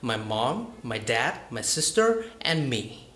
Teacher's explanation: my voice rises by the word mom, dad, sister, and then falls by the word me · Term: rising and the falling intonation